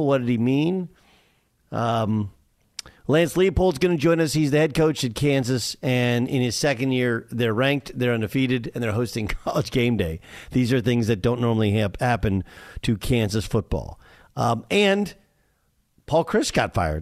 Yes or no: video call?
no